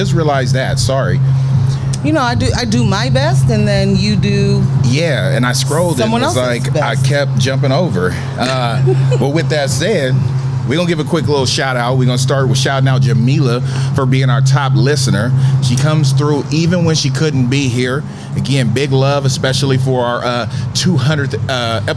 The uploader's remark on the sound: Where we caught the breeze and a vibe as we recorded live from the rooftop at #JackiesPDX, during the Hightop Happy Hour, for #SneakerWeekPDX Media Day.